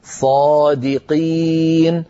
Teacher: صادقين، دي لابد من ترقيق الدال، قي أن ننطق قاف صافية ليس فيها شيء من الكاف